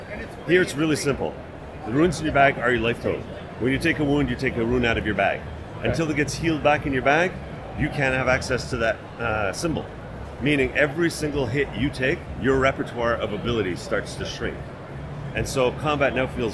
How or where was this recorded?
busy venue